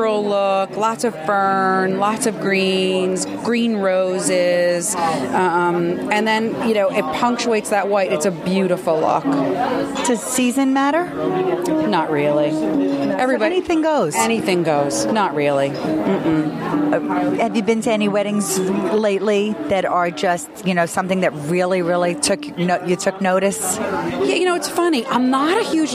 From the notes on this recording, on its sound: Special Edition Meet the Masters on Location at Kate’s Paperie.